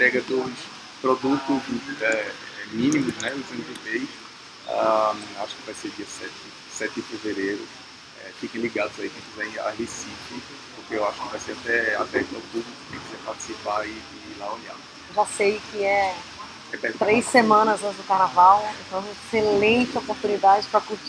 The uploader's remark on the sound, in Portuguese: Direto do meio da Semana de Inovação. Gravado no meio do burburinho da Semana de Inovação. O som ficou um pouquinho prejudicado desta vez graças às belas fontes do pátio.